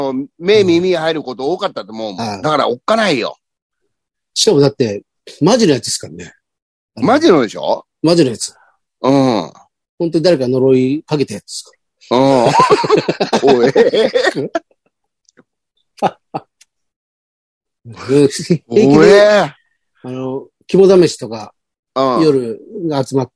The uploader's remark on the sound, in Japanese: ZOOMで収録